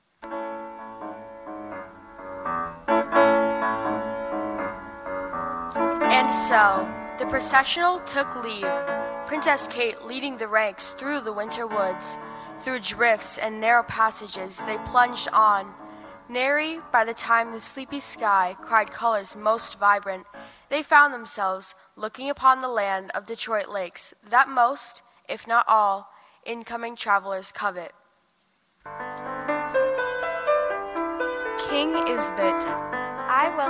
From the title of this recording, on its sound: LIVE from the Holmes Theater in Detroit Lakes